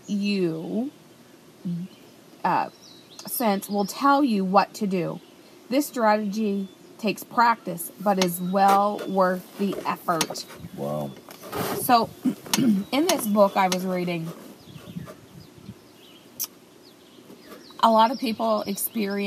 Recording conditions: phone or laptop microphone